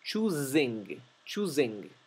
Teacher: En la palabra choosing, escogiendo, es importante pronunciar zumbada la S